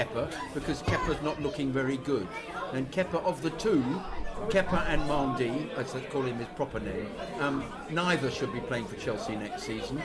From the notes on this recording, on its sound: a special FanCast live from the Chelsea Pensioner